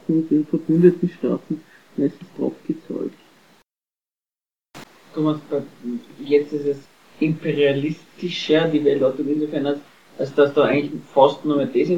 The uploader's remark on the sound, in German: Die Aufnahmequalität ist leider nicht besonders gut